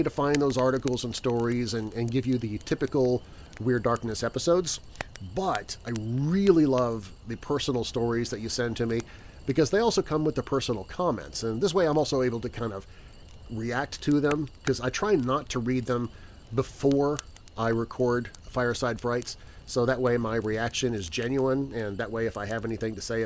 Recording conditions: outdoors